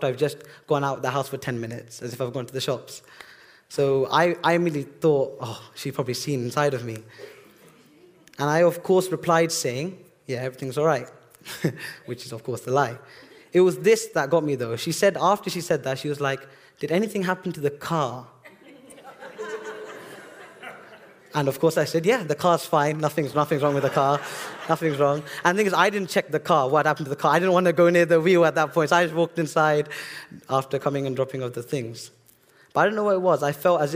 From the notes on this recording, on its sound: This sermon was recorded on Sunday 13th August 2023 at our Putnoe venue.